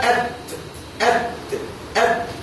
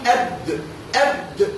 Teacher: أد أد أد أد من نفس مخرج التاء